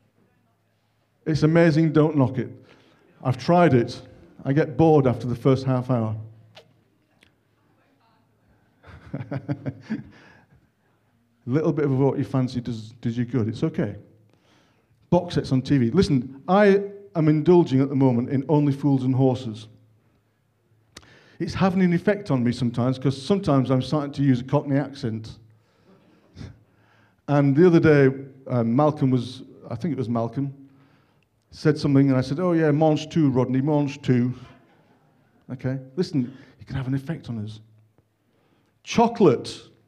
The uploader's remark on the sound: On 26th February 2023 at King's Church, Cockermouth. At King's Church, Cockermouth, as an audio file.